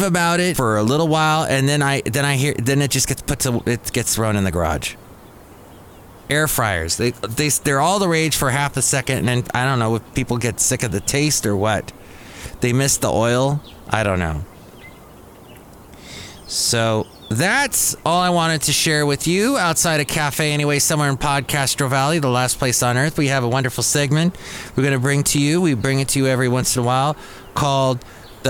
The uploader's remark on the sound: podcasts live from Café Anyway